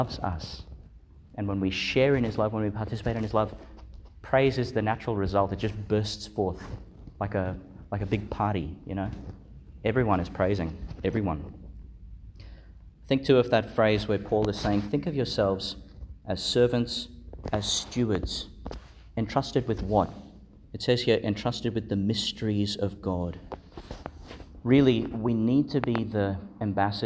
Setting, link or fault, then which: setting, large echoing room